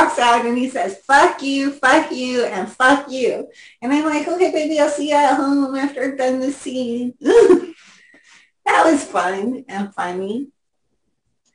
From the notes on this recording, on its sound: our 9/11/2022 Zoom Show